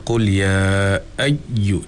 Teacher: Macam contoh qul ya ayyu, dia terlalu tasydid, terlalu keras. Sedangkan huruf sabdu ini dia adalah dua huruf yang berlaku, satunya sukun, satunya berbaris.